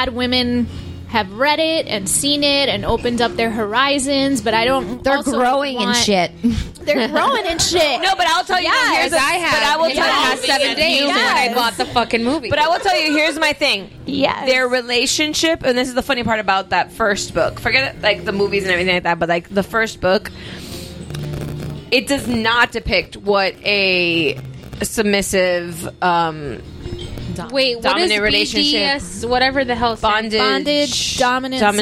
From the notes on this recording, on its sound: Podcast guerrilla style, on location at happy hour! We apologize in advance for how crazy this episode sounds!